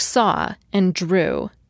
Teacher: W also occurs at the end of words like saw and drew. These words don't end with diphthongs. They end in the vowels AW and OO. By the same reasoning we've already been using, it's best not to call W a vowel or a consonant, but just to say that the letter combination AW represents the vowel AW, and the combination EW represents OO.